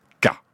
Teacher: l'obstacle n'est pas formé par l'avant de la langue, mais par l'arrière de la langue, au contact de l'arrière du palais